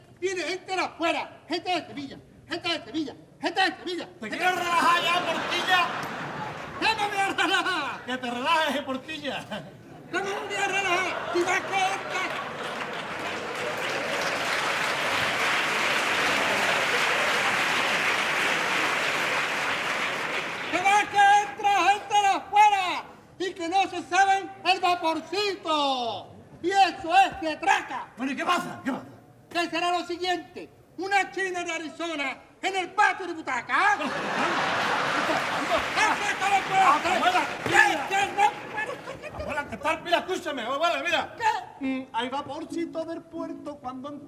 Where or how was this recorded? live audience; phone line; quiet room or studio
live audience